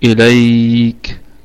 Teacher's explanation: يعني حرف لين في حالة الوصل وهو مد لين عارض للسكون في حالة الوقف